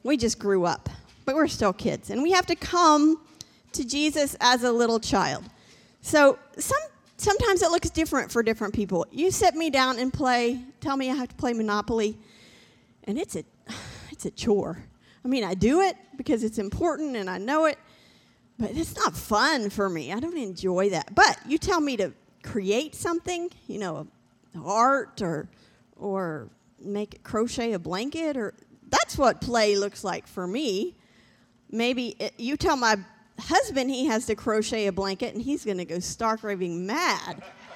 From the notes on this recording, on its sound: This JAT was recorded live on December 5th, 2021, at Newark United Pentecostal Church.